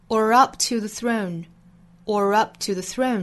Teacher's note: 这里面的 up,尾部的 p 的发音遇到了爆破音，所以前面的 p 的音做失去爆破。